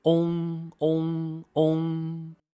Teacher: 首先发 o 的口型 o，然后加上一个后鼻韵 ng · Term: 后鼻韵母 ong